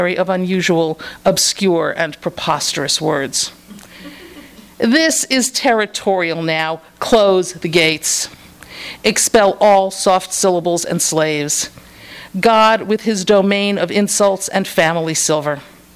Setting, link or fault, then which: setting, live audience